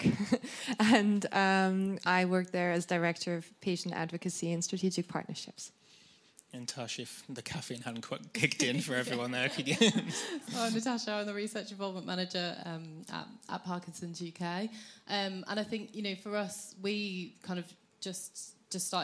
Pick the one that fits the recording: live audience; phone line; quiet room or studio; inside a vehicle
live audience